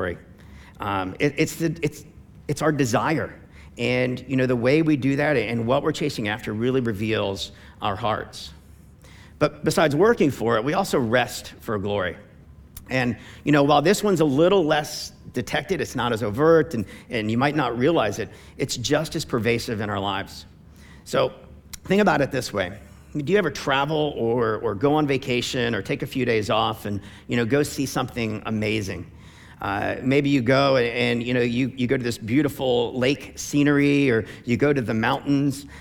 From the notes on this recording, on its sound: preached on November 22, 2015 at Veritas Tri-Village